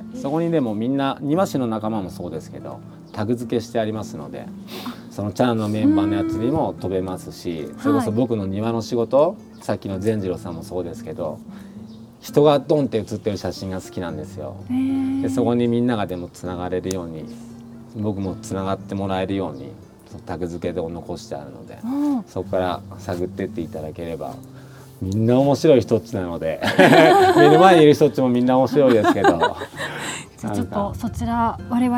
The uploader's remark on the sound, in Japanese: ご自宅のお庭で収録させて頂きました。